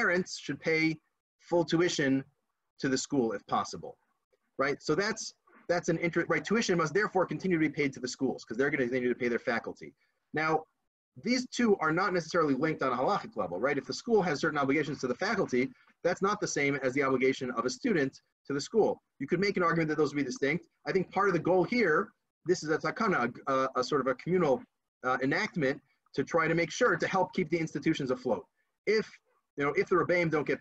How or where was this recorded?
video call